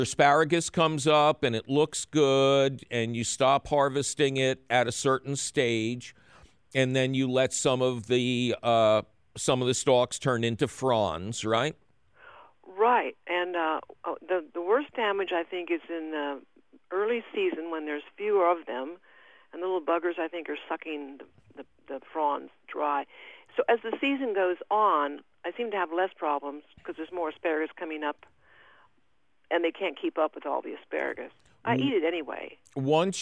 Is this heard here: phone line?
yes